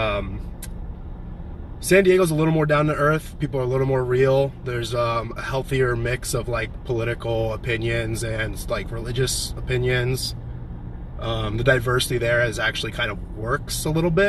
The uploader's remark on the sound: from my car